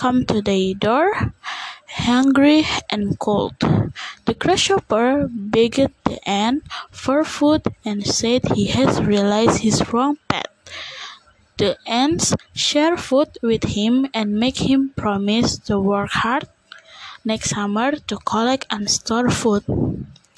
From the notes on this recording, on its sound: I am sorry for the wind in this podcast